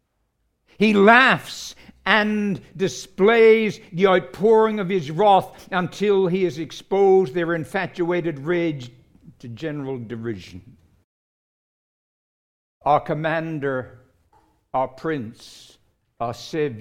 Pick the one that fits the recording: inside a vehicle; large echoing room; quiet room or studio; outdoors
large echoing room